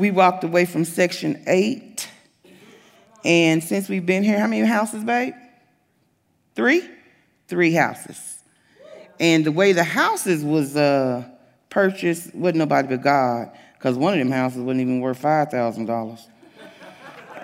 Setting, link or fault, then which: setting, large echoing room